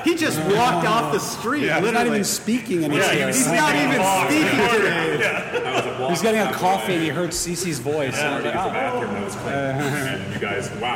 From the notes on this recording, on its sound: Recorded live at Tweetstock Eight in Brantford, Ontario. At Laurier Brantford.